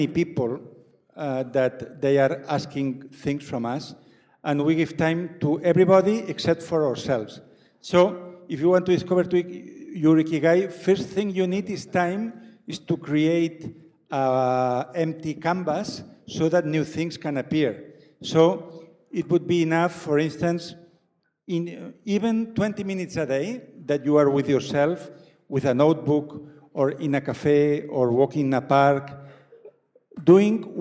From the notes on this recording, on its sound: A live session from #JaipurLitFest2020. Joins us at the Jaipur Literature Festival.